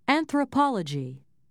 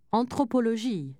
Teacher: accenting the stressed syllable in the English word and pronouncing each syllable with almost equal emphasis in French